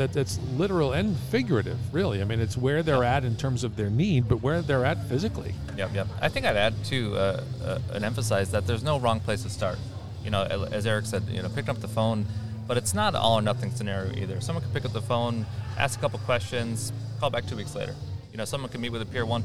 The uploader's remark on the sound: at the Alcoholism and Substance Abuse Providers of New York State (ASAP) Conference in Niagara Falls